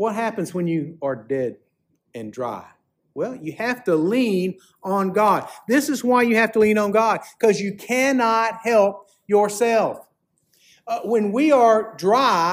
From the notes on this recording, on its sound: Preached at Fairmount Baptist Church.